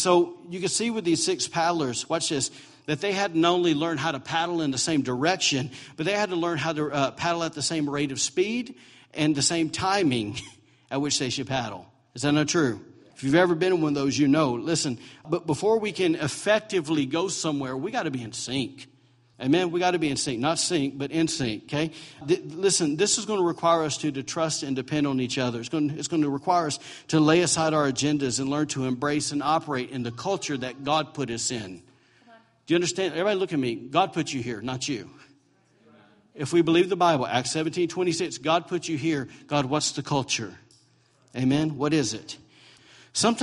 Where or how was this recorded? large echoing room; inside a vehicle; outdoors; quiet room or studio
large echoing room